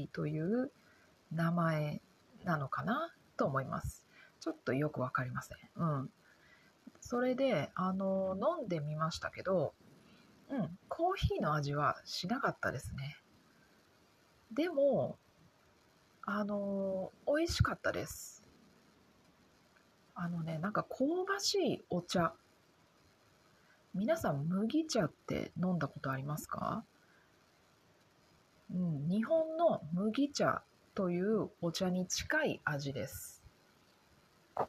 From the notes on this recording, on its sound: なのであまり大きい声が出せません。でもがんばってポッドキャストを録っています！ You know, old Japanese houses had really thin walls, so I think my voice can be heard by the people next door lol. Because of that, I can't speak too loudly, but I'm doing my best to record my podcast!